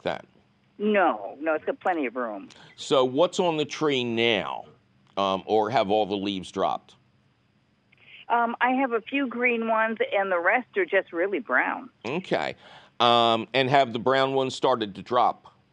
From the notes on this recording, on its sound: your fabulous phone calls!